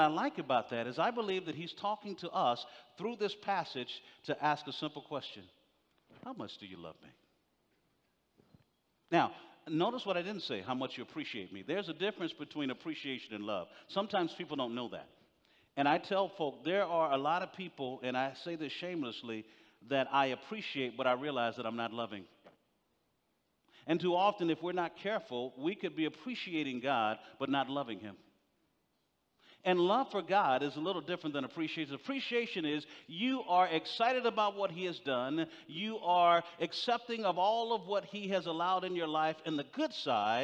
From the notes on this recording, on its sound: General Session IX from the 2023 Shepherds 360 Conference